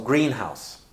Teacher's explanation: And then the stress falls in the first part of the word, so greenhouse.